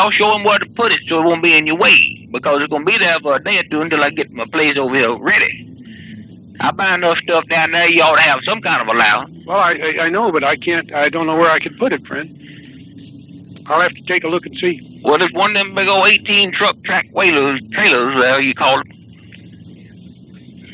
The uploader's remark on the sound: Prank Phone Calls